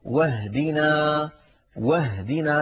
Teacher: المثال الثالث على الشاشة، واهدنا، واهدنا، انتقلنا من الواو إلى الهاء ولم نقل واهدنا، فالهمزة سقطت هنا لأنها صارت في وسط الكلام · Term: همزة الوصل